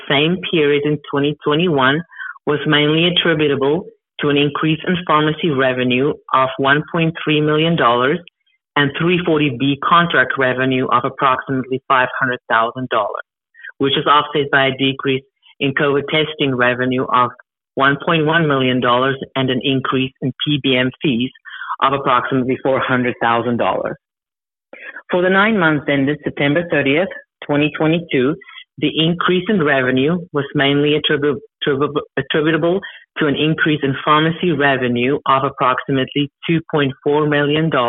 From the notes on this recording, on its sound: Progressive Care Shareholder Conference Call